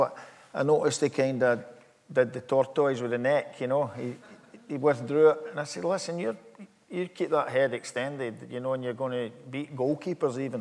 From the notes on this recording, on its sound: live during the Aye Write book festival in Glasgow